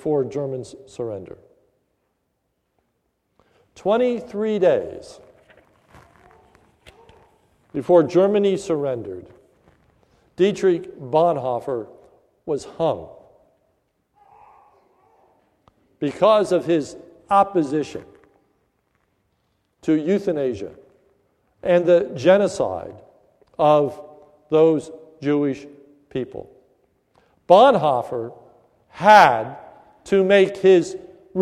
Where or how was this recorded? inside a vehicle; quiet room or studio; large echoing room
large echoing room